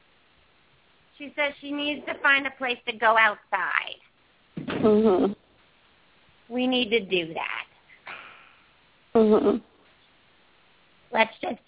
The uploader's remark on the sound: open up the lines for listeners to call